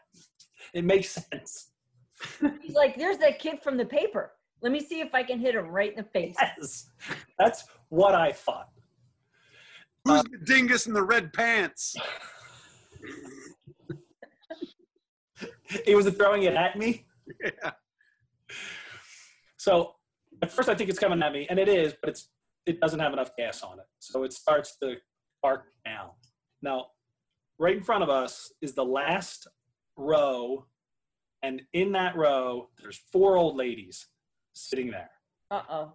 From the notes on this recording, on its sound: Two stories recorded for a live ZOOM Audience.